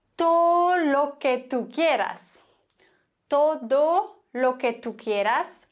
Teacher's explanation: Das D wird ganz häufig nicht gesprochen, sondern verschluckt.